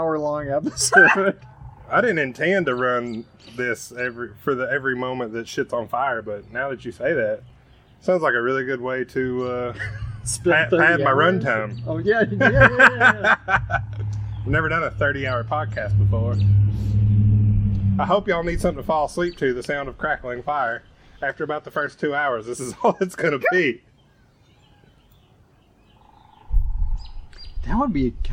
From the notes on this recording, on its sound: If there was ever a ridiculous episode to record on my back porch this one is it. You get the full audio breakdown of what my back yard sounds like. Lots of super serious art talk, fire sounds, and general shenanigans. The audio for this one starts a bit choppy in the first few minutes but I get it tuned up rather nicely shortly in. Noise gate foolishness.